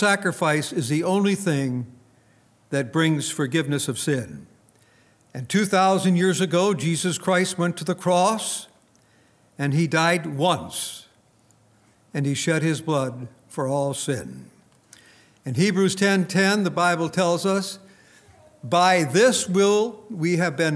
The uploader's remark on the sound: Recorded on November 17, 2019, at Grace Bible Fellowship in Front Royal, VA.